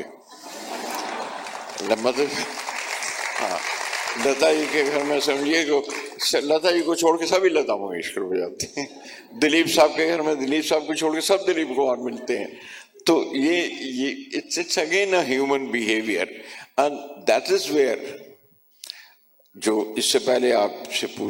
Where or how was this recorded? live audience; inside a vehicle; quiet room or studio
live audience